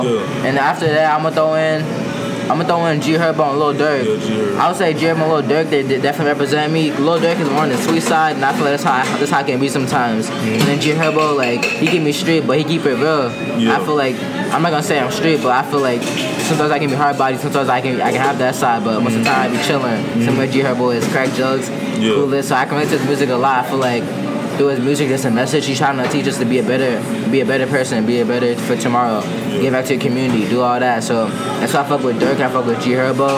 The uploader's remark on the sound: Starbucks Convo.